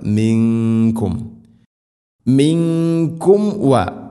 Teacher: സാക്കിന മീമിന് ശേഷം വ വരുമ്പോൾ രണ്ട് ചുണ്ടുകൾ തമ്മിൽ തട്ടിച്ച് മീമിനെ പൂർണ്ണമാക്കണം